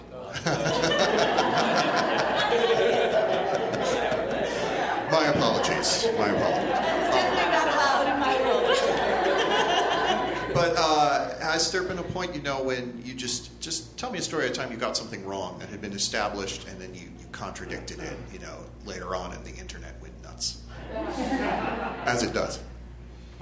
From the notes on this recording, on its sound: Mythology panel from ATX Television Festival.